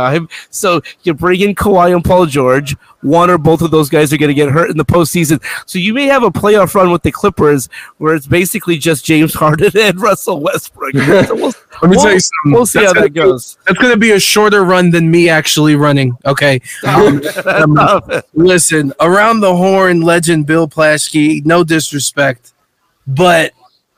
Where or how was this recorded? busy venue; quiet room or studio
busy venue